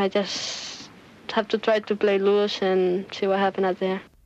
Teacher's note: loses the T on the end of some of her words, which, again, is the correct thing to do in certain situations.